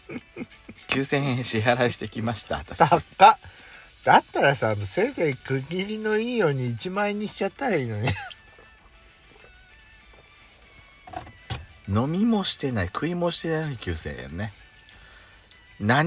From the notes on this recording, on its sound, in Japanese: From Radiotalk。パーキング収録。